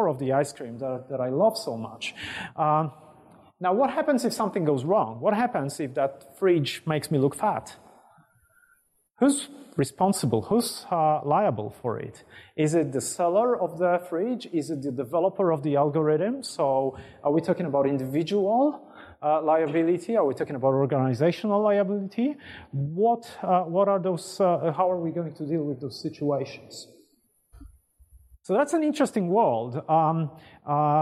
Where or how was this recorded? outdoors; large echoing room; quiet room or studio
large echoing room